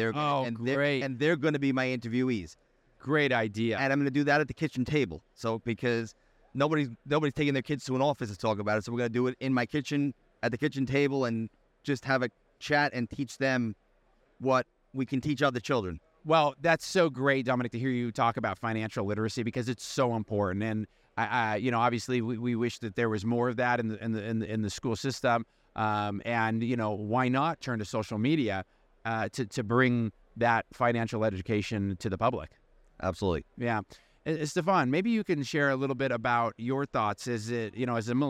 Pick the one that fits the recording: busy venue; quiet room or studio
busy venue